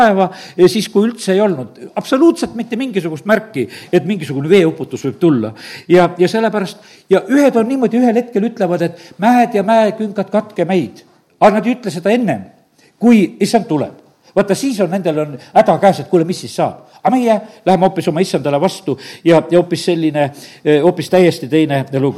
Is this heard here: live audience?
yes